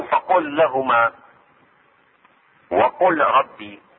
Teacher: لام فعل الامر قل تشدد مع حرف اللام مثل فقل لهما، وحرف الراء مثل وقل ربي، واصبحت مدغمة في الثاني